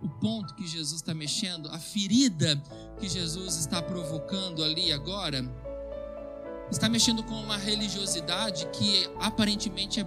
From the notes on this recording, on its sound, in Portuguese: Gravado em 20/02/2022 na IPB em Santo Anastácio|SP